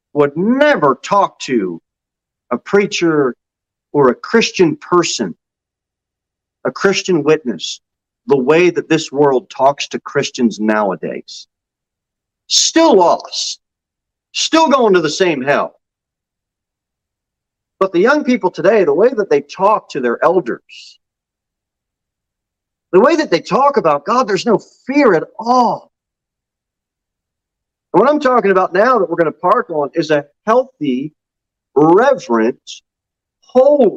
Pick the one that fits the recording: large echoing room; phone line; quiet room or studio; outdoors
large echoing room